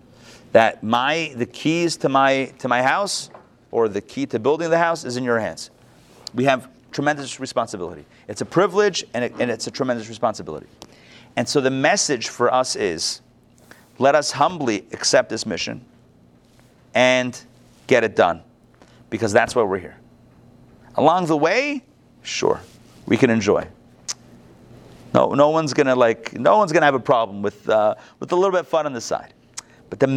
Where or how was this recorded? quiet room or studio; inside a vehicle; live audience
live audience